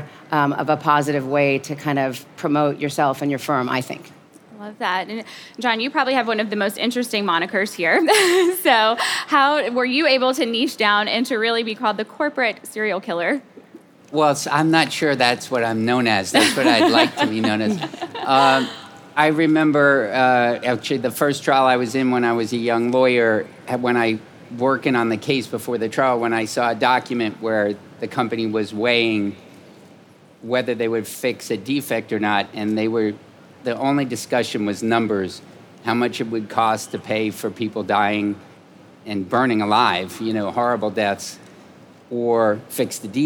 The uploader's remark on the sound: Live from The Game Changers Summit. Law firm owners present at the #1 Law Firm Growth Conference on Earth.